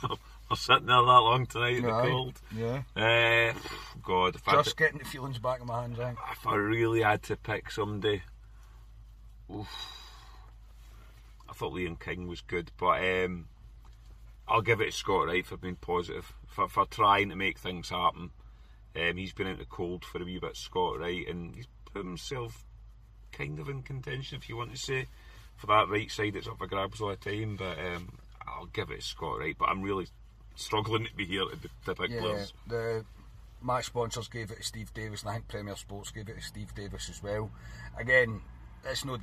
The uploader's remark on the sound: Bring reaction from the car after leaving Ibrox.